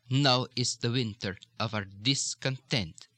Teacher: It's just the slight tendency for the, I will flatten it out and not do a lot of intonation, but you can still hear that occasional upward inflection on almost every word